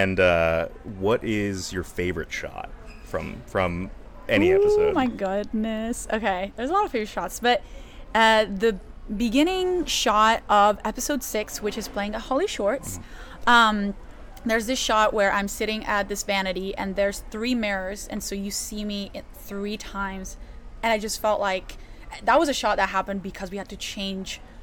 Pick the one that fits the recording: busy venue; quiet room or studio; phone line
busy venue